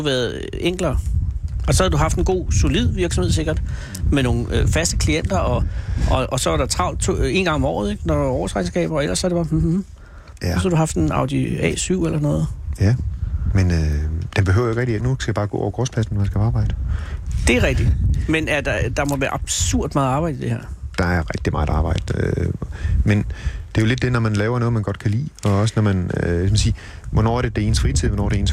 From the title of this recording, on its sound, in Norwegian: Live fra bisonfarmen